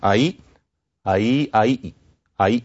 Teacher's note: Now, sometimes vowels get longer. In this case, there was a little glottal stop in between.